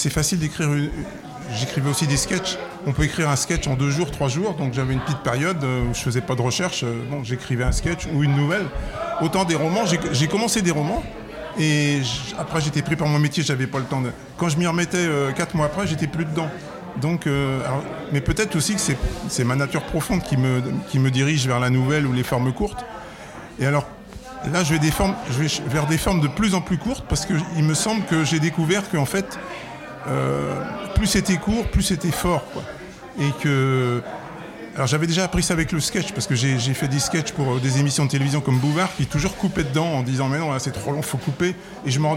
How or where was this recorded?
busy venue